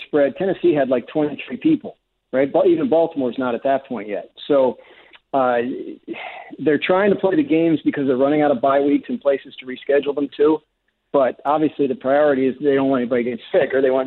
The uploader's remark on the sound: We open the phones and allow for the Airing of Grievances... In which a special caller from the past called in.